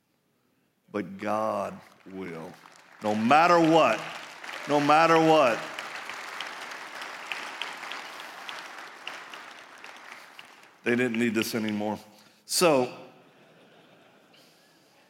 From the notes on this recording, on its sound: live message from the Ignite Conference